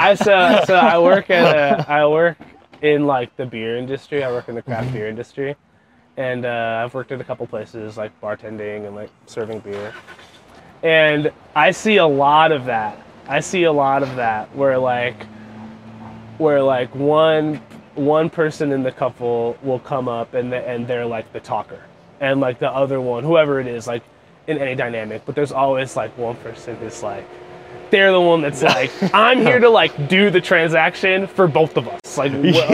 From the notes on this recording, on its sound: Recorded on the street in Somerville.